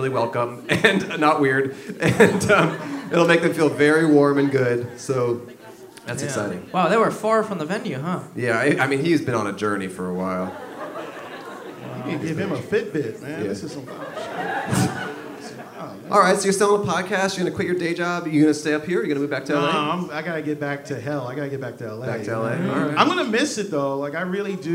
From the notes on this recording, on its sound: PBO Live in Oakland! A high school teacher reuniting with FOUR of her former students LIVE.